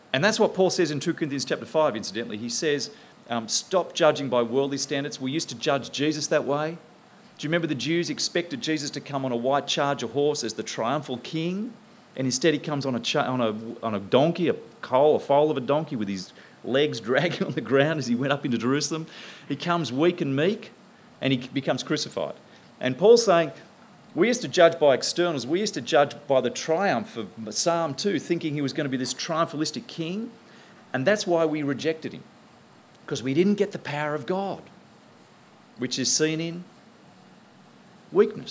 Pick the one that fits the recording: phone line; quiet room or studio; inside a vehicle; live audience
live audience